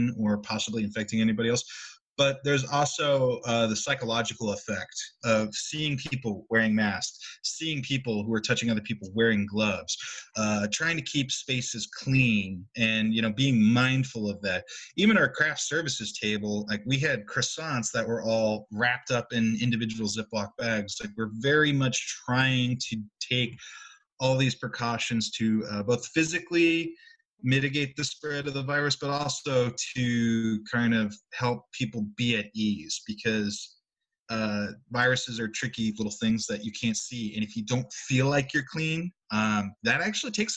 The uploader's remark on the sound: They spoke over Zoom.